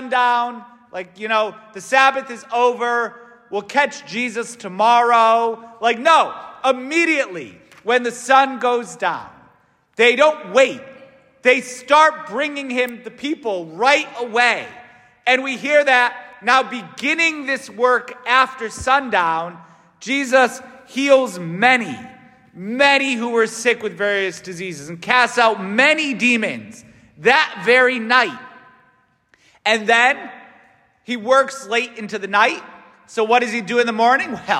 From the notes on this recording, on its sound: S t Francis Catholic parish homily